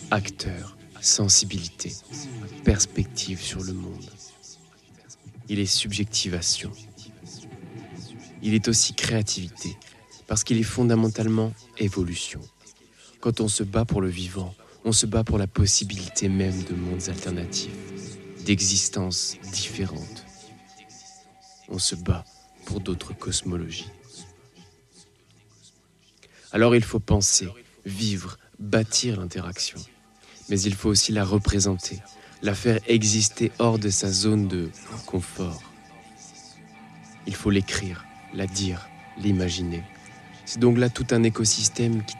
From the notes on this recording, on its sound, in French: Fragments collectés lors des 10e Intergalactiques, festival de Science-Fiction Lyonnais.